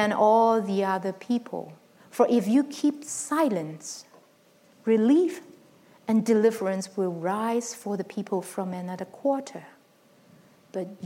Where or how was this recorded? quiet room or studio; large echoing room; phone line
large echoing room